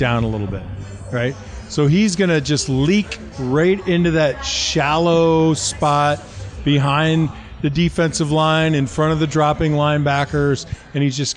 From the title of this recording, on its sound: LIVE from Oneills Stadium Inn